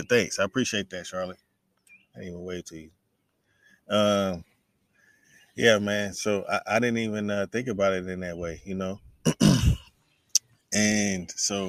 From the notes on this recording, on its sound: brings me outside again on Instagram Live